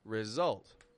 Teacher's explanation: This word has S beginning the strong part of the word, not the weak part of the word.